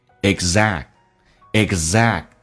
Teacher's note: Exact 这个 G 就是我们讲的 g 这个发音，其实可以不用发音的。在美式发音，两个辅音在一起，其实前面只要气流阻塞一下就可以变成 exact. Exact.